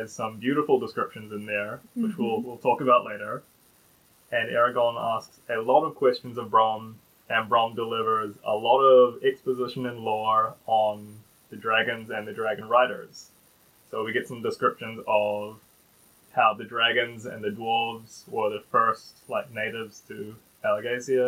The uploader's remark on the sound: Sorry this episode is so quiet, we had major technical difficulties.